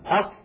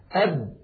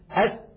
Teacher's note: تجد بأن المخرج قد انقفل تماما